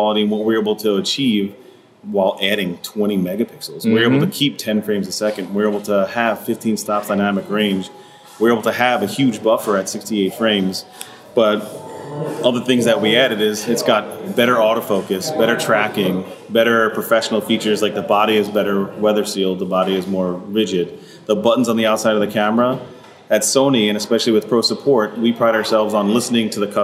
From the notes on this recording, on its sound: We took our portable recorders to an elegant mansion along Central Park, which had been decked out by Sony as a series of stylized photography sets, complete with full lighting, backdrops, and models. They also happened to have on hand many brand-new Sony Alpha a7R IV Mirrorless Digital Cameras and hundreds of lenses for the guests to shoot with in these mini studios.